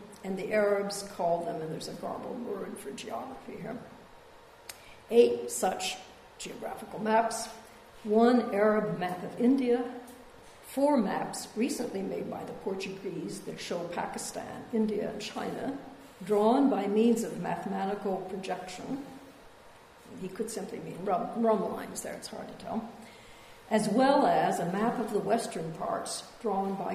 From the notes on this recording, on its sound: A public lecture. Part of the Al-Mizan exhibition which explores the connections between the sciences and arts in Muslim societies.